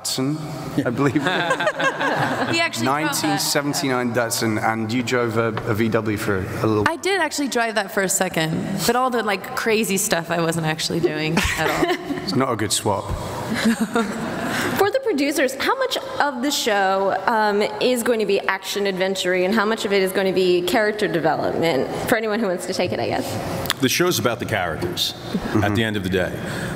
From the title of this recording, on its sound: Comic-Con 2014 - Scorpion Panel: Part 2